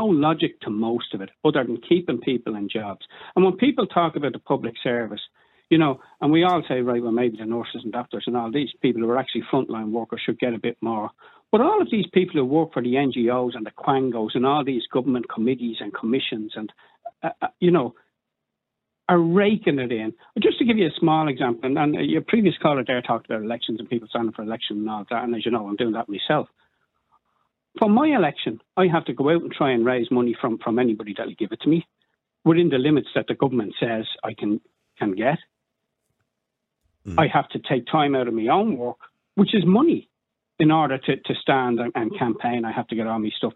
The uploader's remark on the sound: Opens the phone lines. Callers weigh in on the concerns of creating disparities.